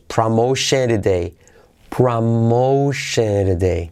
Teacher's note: Esa T de today se convierte en R suave porque es como si fuera entre vocales.